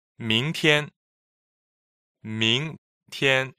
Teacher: Ming is second tone and tian is first tone.